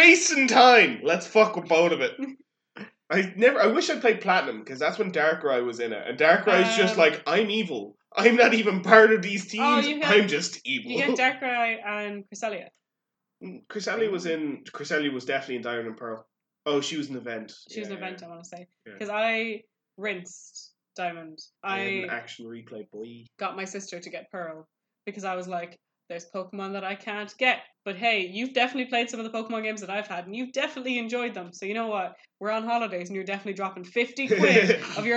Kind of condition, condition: fault, poor sound quality